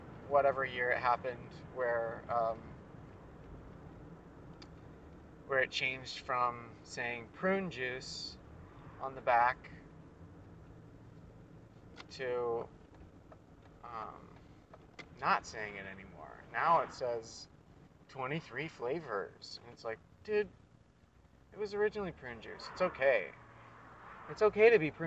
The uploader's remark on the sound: Recorded while I was driving, whilst inside a 99 Cents Only store, and more while putting up the car-tent.